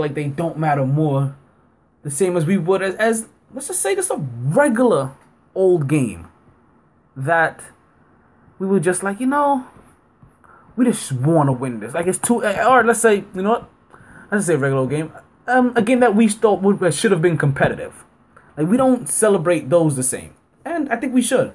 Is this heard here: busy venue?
no